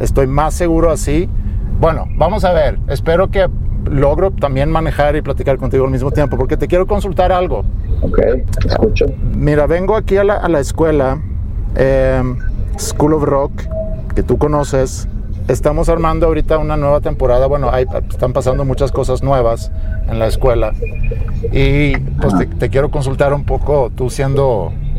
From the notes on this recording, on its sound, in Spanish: Vuelta Capitalina con Chevrolet Trax. Lo grabamos en movimiento a bordo de la nueva Chevrolet Trax 2024 por las calles de CDMX.